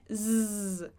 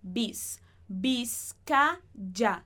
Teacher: Esse Z, em espanhol, o Z sempre é pronunciado como um S · Shown in: second take